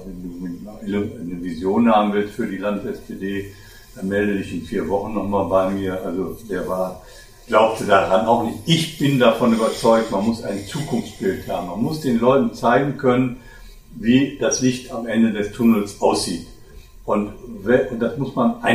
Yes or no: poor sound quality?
yes